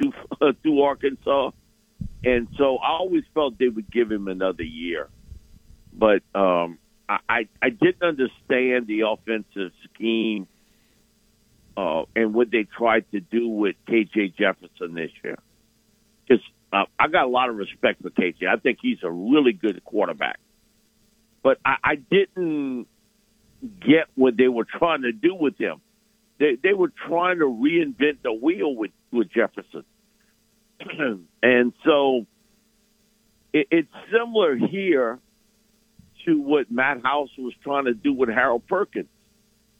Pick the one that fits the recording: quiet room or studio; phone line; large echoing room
phone line